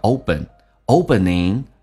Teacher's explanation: 美式发音 p 发成 b 叫 opening